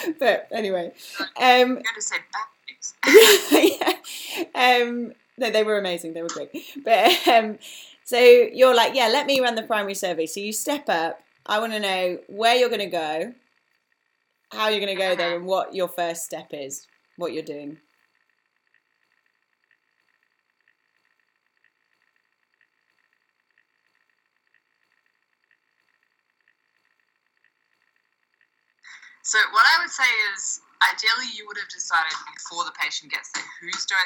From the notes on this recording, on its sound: Slightly poor audio, we'll blame the 10 573 miles between us.